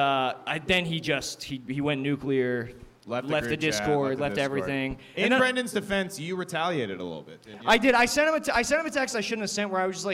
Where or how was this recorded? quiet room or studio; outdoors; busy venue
busy venue